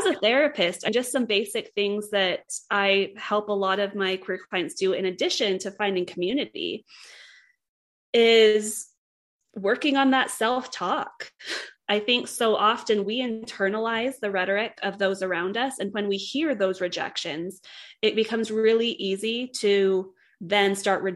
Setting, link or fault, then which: link, video call